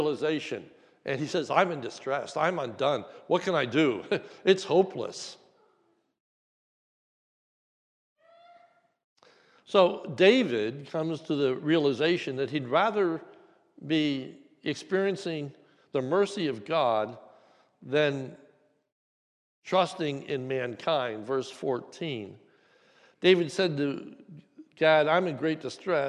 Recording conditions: large echoing room